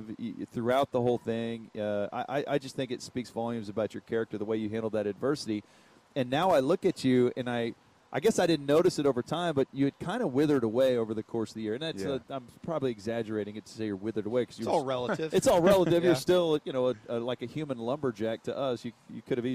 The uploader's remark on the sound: live from his own charity event at Top Golf